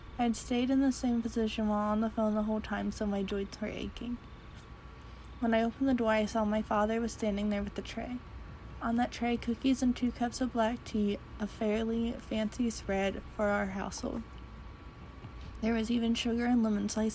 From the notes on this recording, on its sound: Reuploaded with the background sound